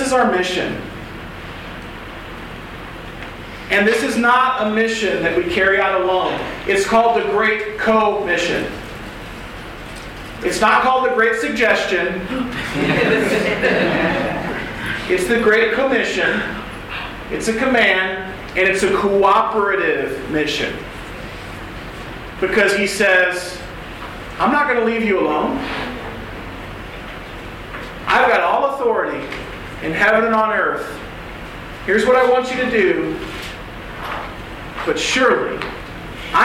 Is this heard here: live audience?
yes